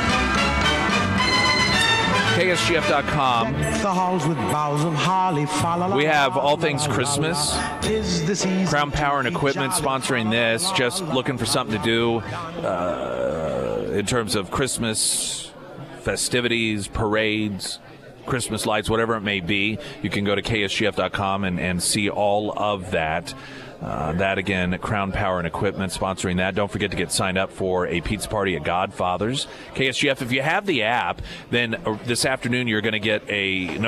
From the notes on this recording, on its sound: live at Scramblers Diner for the Friday Road Show